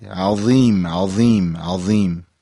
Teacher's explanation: اون حرف ضاء رو درشت‌تر بگید